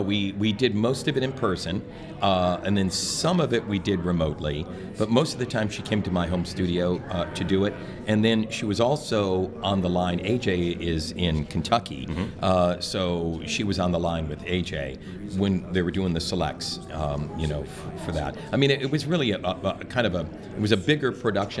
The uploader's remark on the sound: We had the distinct pleasure of recording at MAVO 2018.